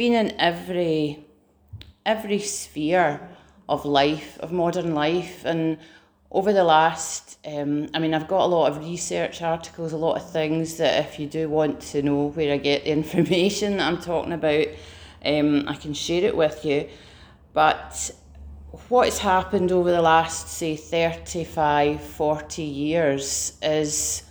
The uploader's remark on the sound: Preached at Remnant Army Rising